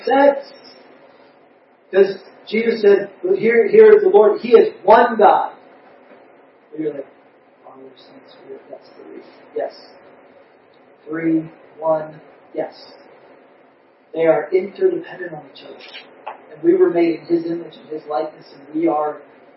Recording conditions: poor sound quality